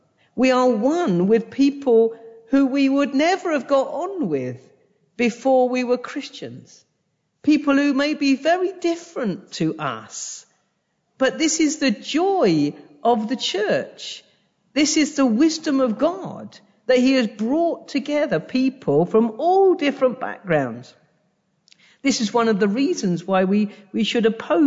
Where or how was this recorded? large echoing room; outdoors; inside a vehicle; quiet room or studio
large echoing room